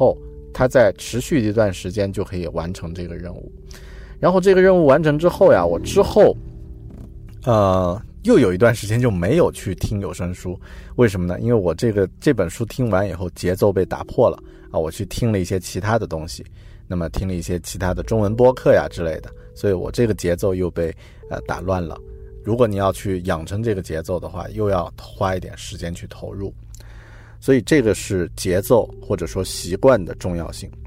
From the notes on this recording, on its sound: I recorded this episode in my car before I drove to office to work.